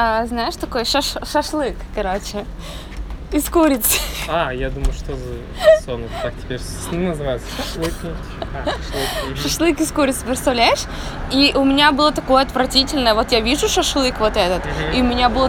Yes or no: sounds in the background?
yes